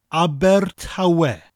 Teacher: Spelt A-B-E-R, Aber, with that rolling R sound, and Tawe, T-A-W-E.